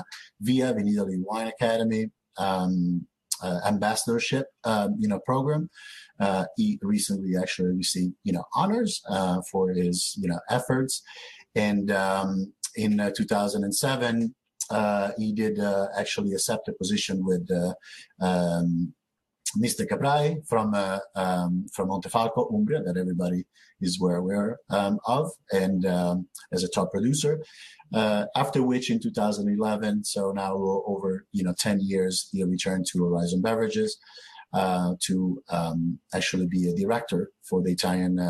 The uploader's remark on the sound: Wine2wine Business Forum 2021. These sessions were recorded through Swapcard at the Wine2Wine 2021 Business Forum and are being replayed here on the Italian Wine Podcast!